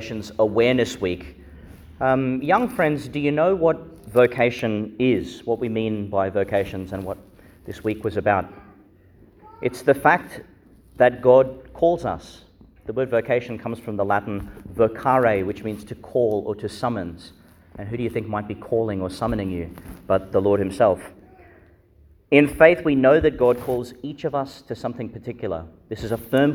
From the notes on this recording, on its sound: Homily for the Nineteenth Sunday in Ordinary Time, delivered in Our Lady Star of the Sea Church, Gladstone.